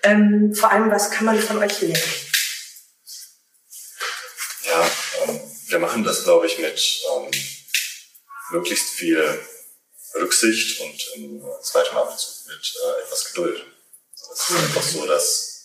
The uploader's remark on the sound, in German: Leider ist diese Folge geprägt von Soundproblemen